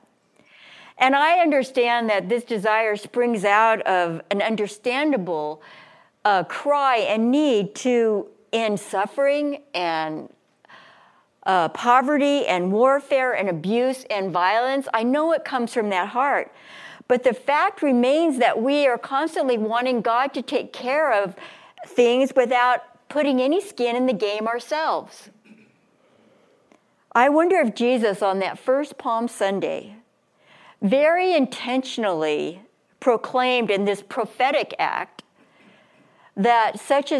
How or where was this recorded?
large echoing room